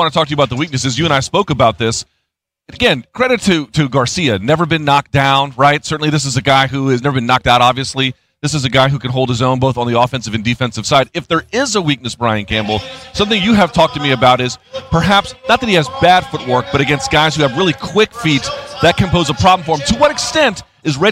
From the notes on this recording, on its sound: recorded live